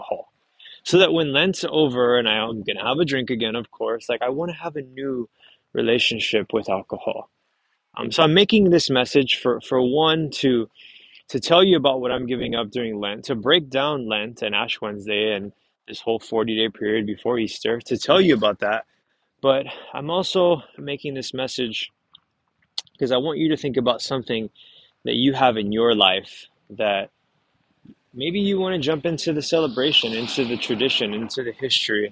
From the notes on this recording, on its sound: Pardon the background noise as I stroll through the Vineyard